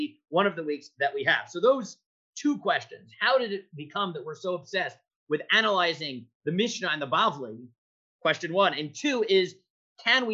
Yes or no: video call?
yes